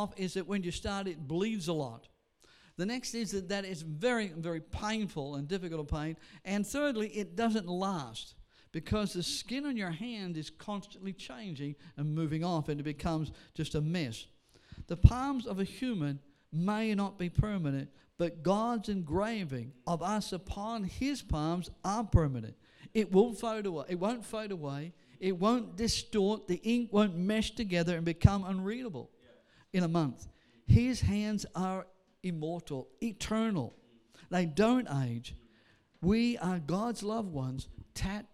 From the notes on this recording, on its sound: Sunday service preaching recorded on 11th of August